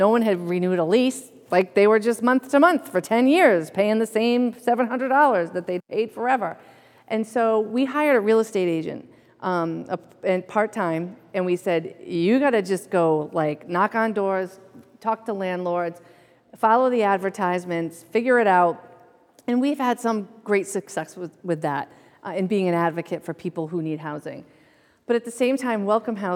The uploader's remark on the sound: The first lecture in our 2023 Summer Lecture Series